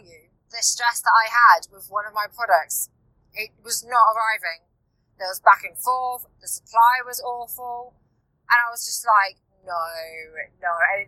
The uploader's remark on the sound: Whilst I am in the car on the way back from the launch photoshoot.